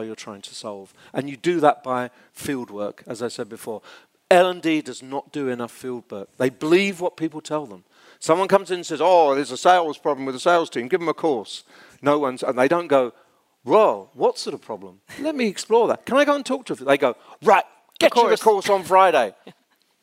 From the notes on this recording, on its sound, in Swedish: en inspelning av ett livesamtal från scenen på Learning Conference i september 2023 i Stockholm